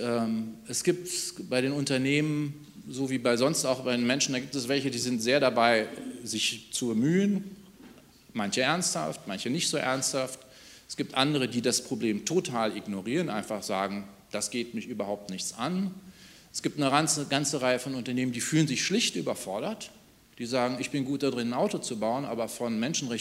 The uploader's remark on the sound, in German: Podiumsdiskussion zum «UN Treaty on business and human rights»-Prozess in Berlin.